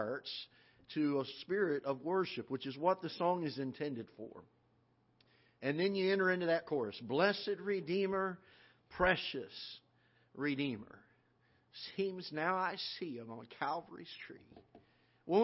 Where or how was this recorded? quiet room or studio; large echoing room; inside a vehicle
large echoing room